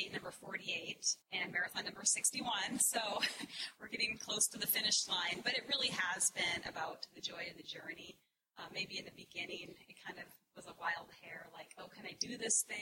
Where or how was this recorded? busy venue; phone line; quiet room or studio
busy venue